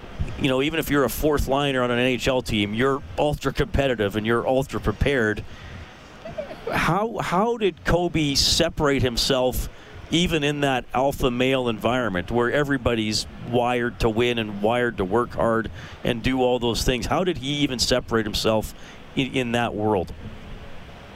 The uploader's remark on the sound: live at West Edmonton Mall for the Oilers Open Practice and Autograph Session.